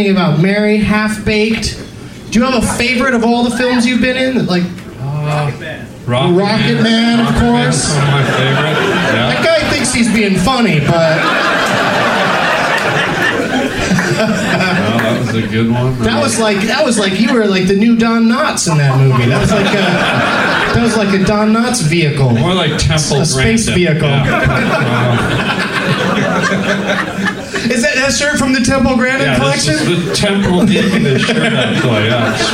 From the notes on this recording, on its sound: Live from The Comedy Mix in Vancouver, BC, Canada